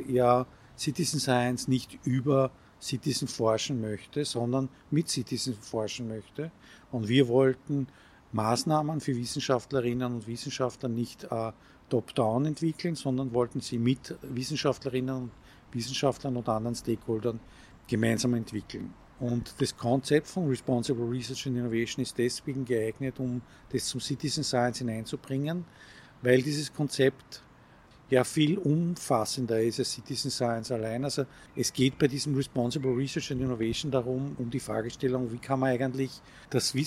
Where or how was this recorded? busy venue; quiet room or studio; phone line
busy venue